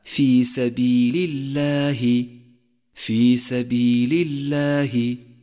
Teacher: لاحظ ترقيق لام لفظ الجلالة في قوله تعالى